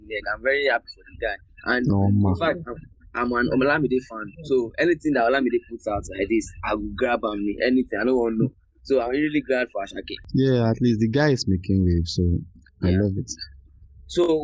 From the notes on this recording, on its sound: Pardon the bad audio